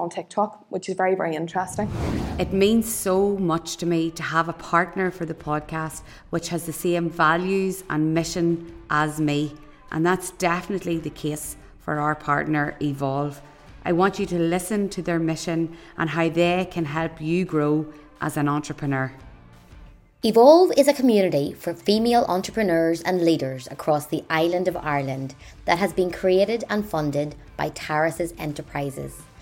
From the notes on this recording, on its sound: to the audience at The Digg Podcast Live